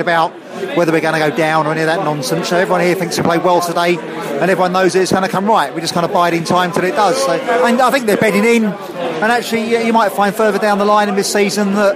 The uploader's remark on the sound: post-match podcast from the pub